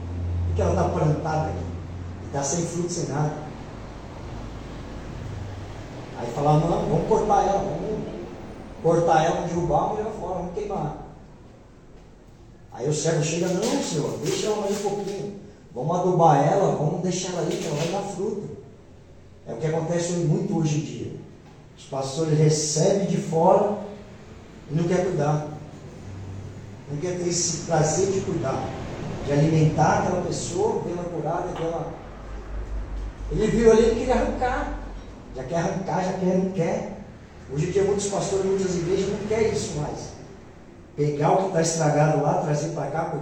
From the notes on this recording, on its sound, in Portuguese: Programa gravado no dia 06/01/2024 na Igreja Desfrutar do Amor de Deus em São Paulo.